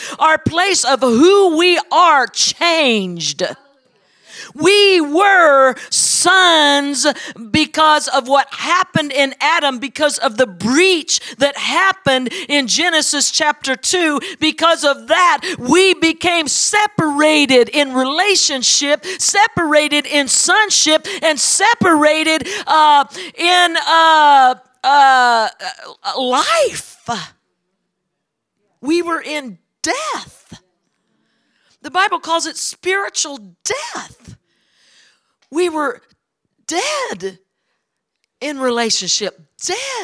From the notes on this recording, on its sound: is from the Sunday service on December 10, 2023 at Harvest Bible Church in Stockton, CA.